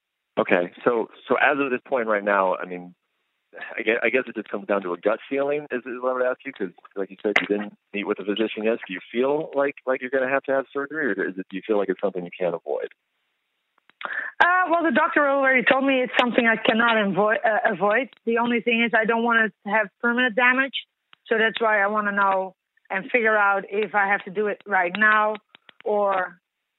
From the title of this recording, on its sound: Post-UFC 208 Conference Call